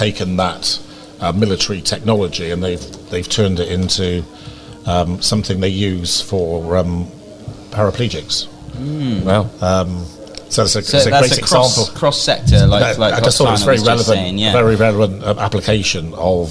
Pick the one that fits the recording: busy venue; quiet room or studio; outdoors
busy venue